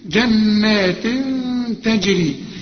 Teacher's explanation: التاء من حروف الاخفاء، هنغن ونخفي